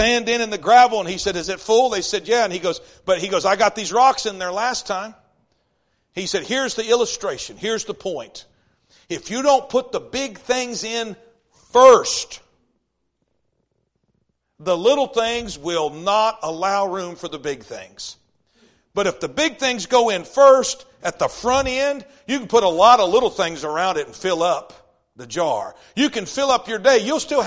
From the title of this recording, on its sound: East River Baptist Church Revival Service